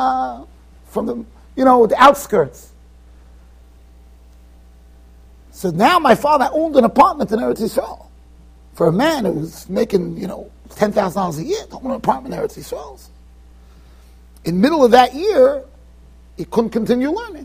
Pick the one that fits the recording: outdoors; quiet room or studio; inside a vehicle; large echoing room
large echoing room